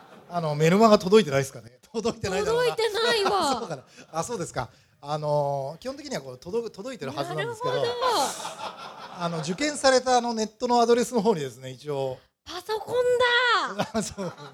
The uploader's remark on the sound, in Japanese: 公開収録あしかがフラワーパーク。